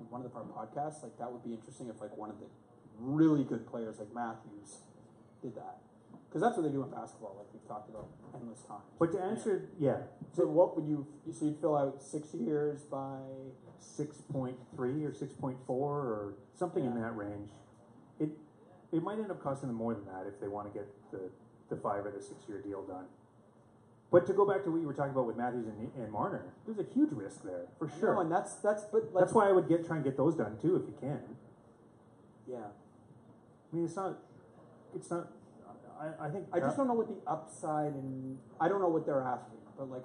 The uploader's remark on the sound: Live At The Rivoli. Host the pod in front of a live audience at the Rivoli in downtown Toronto.